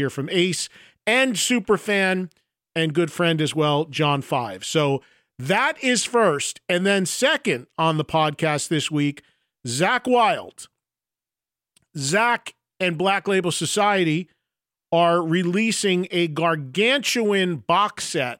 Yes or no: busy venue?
no